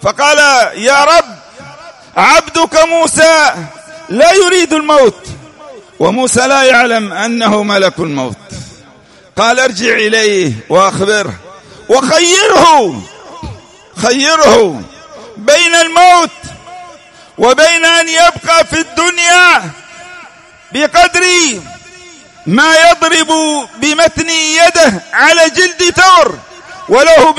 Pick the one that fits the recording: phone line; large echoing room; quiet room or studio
large echoing room